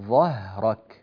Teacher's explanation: في كلمة ظهرك رقق الهاء، لا تقل أنقض ظهرك هكذا، الهاء صارت مفخمة، رقق الهاء ظهرك، جرب.